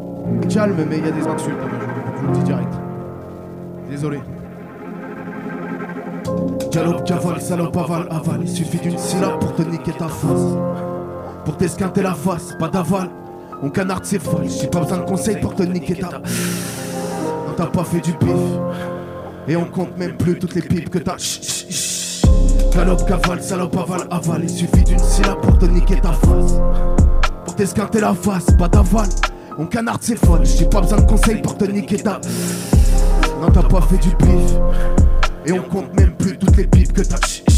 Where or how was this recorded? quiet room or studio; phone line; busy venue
busy venue